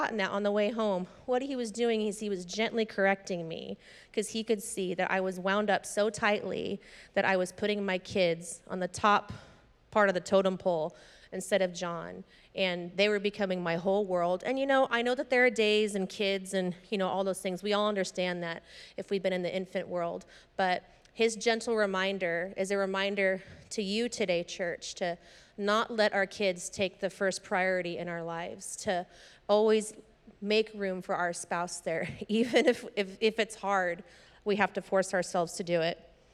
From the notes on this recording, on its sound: was preached on February 13th at the 10AM service